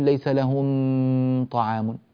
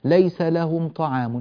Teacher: الميم الساكنة بعدها طاء، وهنا حكمها الإظهار، لا يحتاج إلى زيادة في الغنة · Shown in: second take